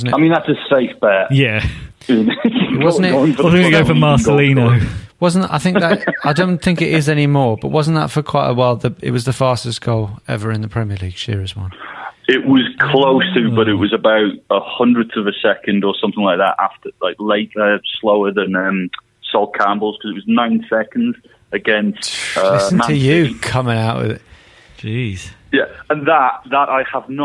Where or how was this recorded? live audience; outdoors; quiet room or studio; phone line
phone line